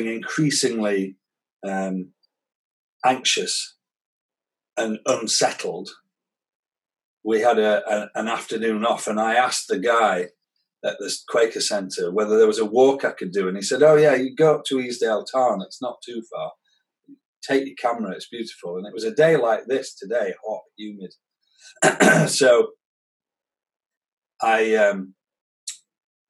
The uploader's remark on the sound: The conversation was recorded on Zoom so apologies for the quality.